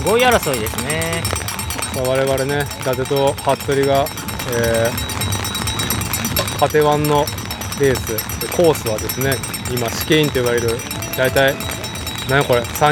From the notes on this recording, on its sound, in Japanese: 屋外収録「東海シクロクロス開幕戦 おおが城山公園 ※ME1ノーカット無修正版」。